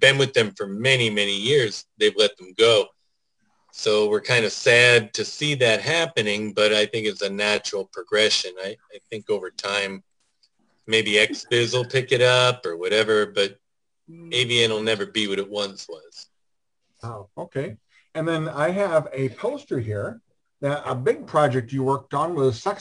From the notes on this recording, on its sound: For a Zoom show. Via a cellphone!